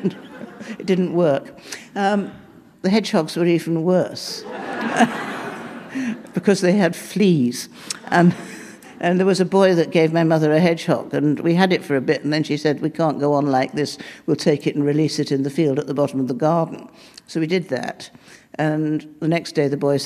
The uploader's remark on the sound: Recorded live at the Blue Metropolis International Literary Festival in Montreal.